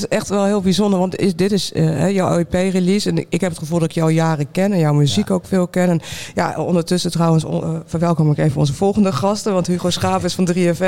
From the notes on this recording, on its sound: Live op de Muzikantendag. Bouwden we onze spullen op in de Melkweg tijdens de Muzikantendag.